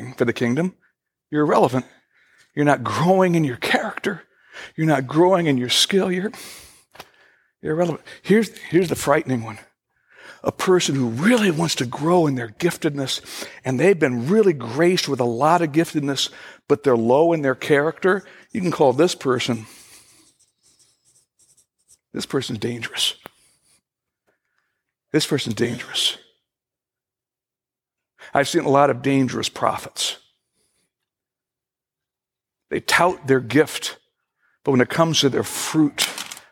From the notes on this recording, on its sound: Originally recorded on April 10, 2016, at Fellowship Missionary Church, Fort Wayne, IN.